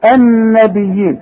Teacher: ادي النون المشددة لازم تغن